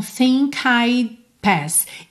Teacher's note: Terminou em K. Eu já vou ligar no I de I, certo?